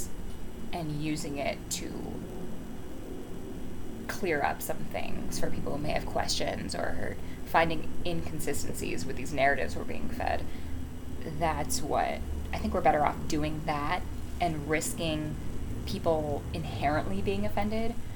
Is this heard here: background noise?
yes